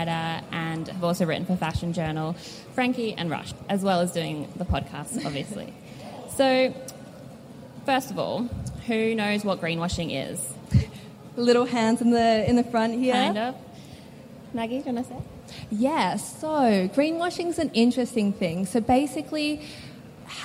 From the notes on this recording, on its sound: LIVE episode recorded as part of this year’s Melbourne Fashion Festival. We took to the public stage.